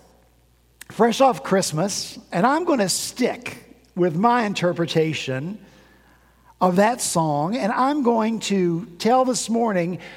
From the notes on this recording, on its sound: At Redeemer Presbyterian Church in Charleston, SC.